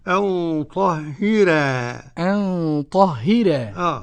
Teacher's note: قرأ ورش بترقيق الراء